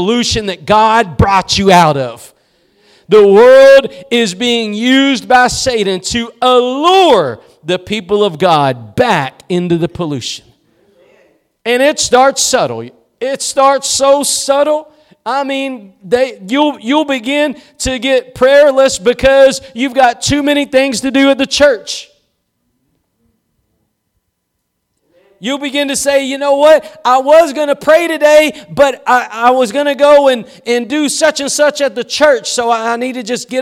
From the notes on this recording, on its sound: Preached at Gospel Lighthouse in Bossier City, La.